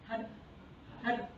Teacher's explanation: Se você encosta e solta, encosta e solta na ponta do céu da boca.